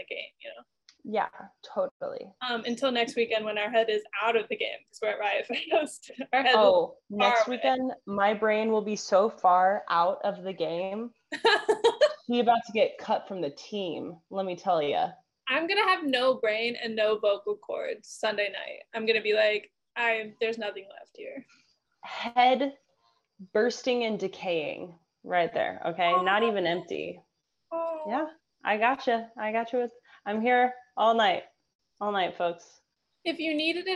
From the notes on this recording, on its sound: If you listen closely, you'll discover the audio has gotten bad again